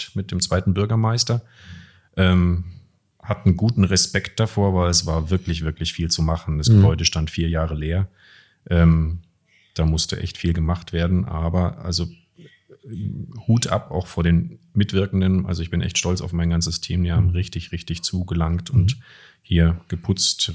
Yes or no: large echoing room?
no